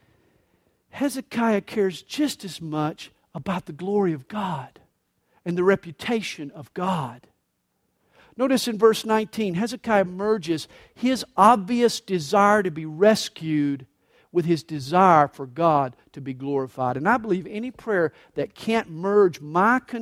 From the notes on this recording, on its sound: This message was recorded live during the Sunday Morning service at CalvaryCSM located in Lilburn, Georgia.